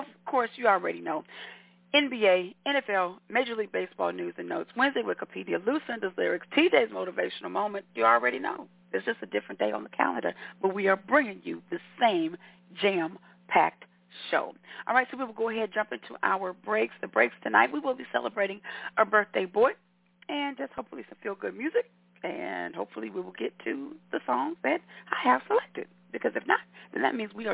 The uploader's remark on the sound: your phone calls